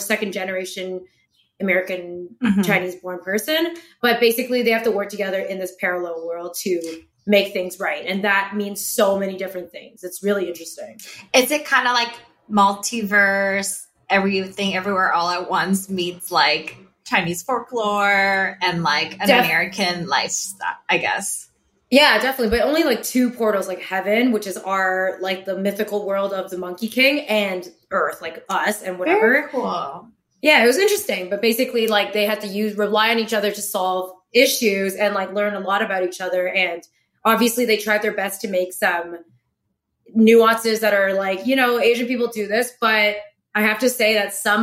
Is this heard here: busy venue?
no